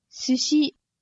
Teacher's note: Okay, just su and a shi together. No lengthening at all happening here. Just su plus a shi.